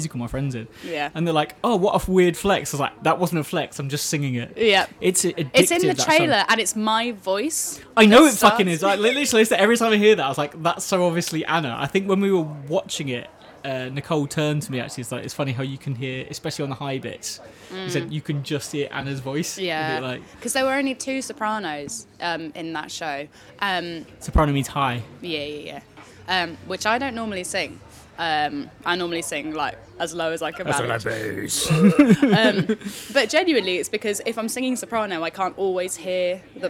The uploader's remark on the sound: drinking IPA in a pub in Surbiton